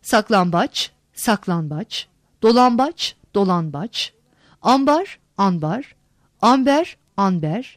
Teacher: N, M değişmesi. Dilimizde B ünsüzünden önce gelen N ünsüzü bazı örneklerde M'ye dönüşür.